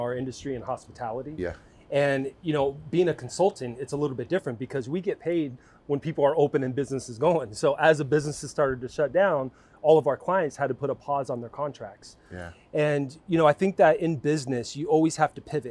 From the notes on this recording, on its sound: Live On Set. On the set of season 8.